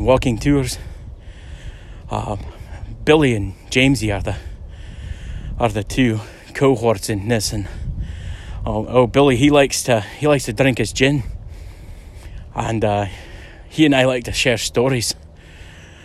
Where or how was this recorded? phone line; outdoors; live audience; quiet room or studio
outdoors